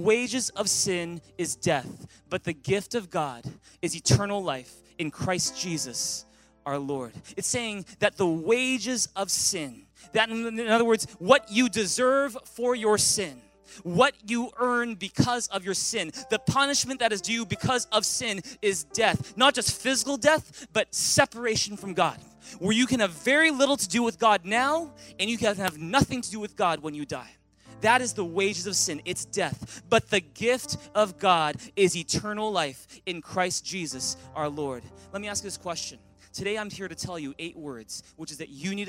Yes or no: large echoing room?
yes